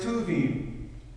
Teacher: the K sound, which is the guttural sound in Hebrew